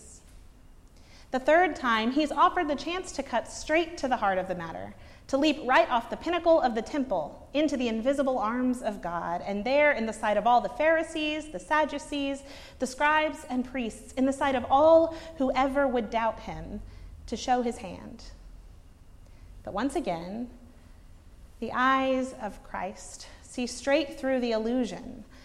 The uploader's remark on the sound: preached at Northminster Church on March 10, 2019